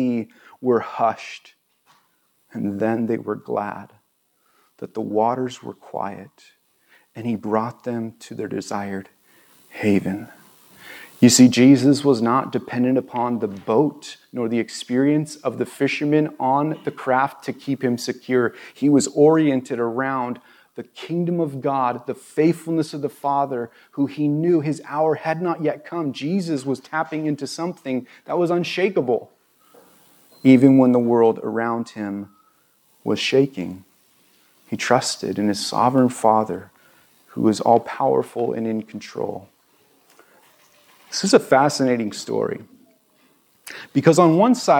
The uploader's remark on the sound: This was recorded on September 11, 2022 at Bethel Church in Ridgefield, Wa.